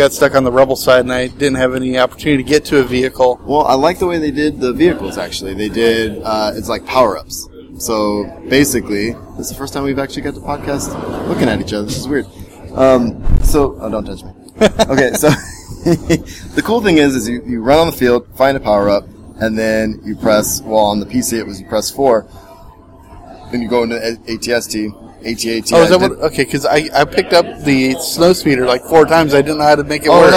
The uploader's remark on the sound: The audio quality isn't the best, as we were in busy areas. San Diego Comic-Con 2015. The audio quality isn't the best, as we were in busy areas.